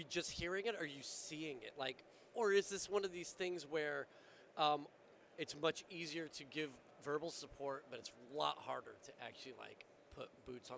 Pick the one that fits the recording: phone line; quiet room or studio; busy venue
busy venue